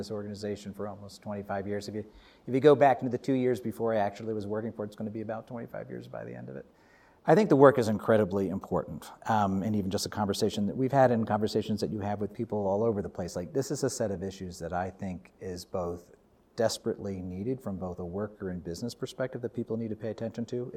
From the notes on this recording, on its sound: We sat down in the “Bucky Dome” on the Aspen Institute campus at the Aspen Ideas Festival. We sat down in the “Bucky Dome” on the Aspen Institute campus at the Aspen Ideas Festival.